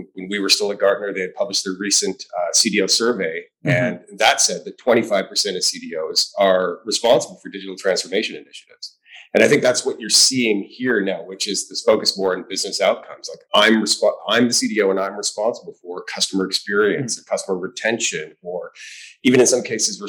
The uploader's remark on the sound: This episode of CDO Matters was recorded live at the 2022 CDO IQ Conference on the campus of MIT in Cambridge, Massachusetts.